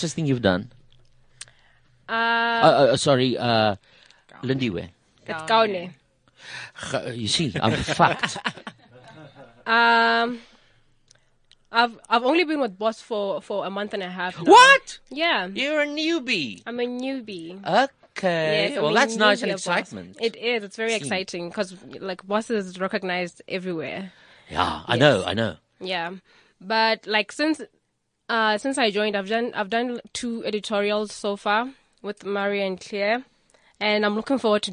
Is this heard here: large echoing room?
no